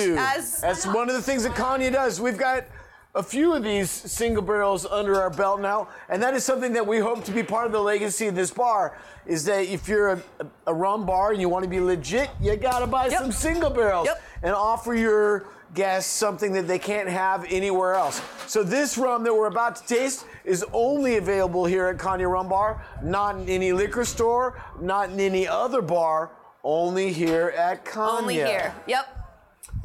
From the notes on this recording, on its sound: Caña Rum Bar is much more than just one of the places that we record our podcasts; it's also Los Angeles' premiere spot to experience some of the most unique rums from around the world. This episode was recorded on the night of Caña's 9th anniversary.